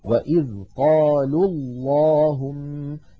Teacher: وإذ قالوا اللهم، لاحظوا الواو من قالوا ساكنة واللام الأولى من اللهم ساكنة، فالتقيا في اللفظ والنطق فسقط الأول من النطق وصلا · Term: إسقاط الأول